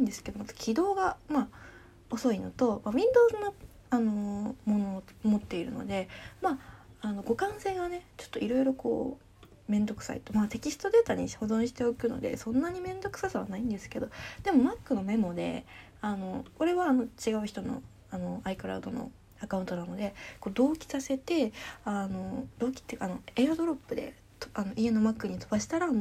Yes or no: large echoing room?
no